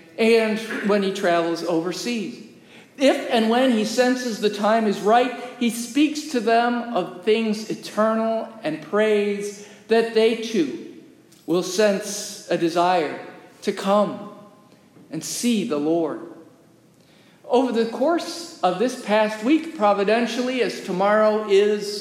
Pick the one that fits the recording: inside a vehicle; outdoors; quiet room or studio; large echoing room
large echoing room